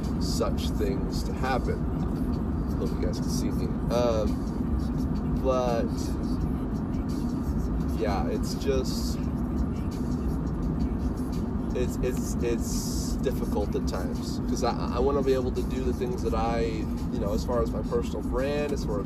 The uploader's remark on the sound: This is the first episode of myself talking about my process while driving home from work.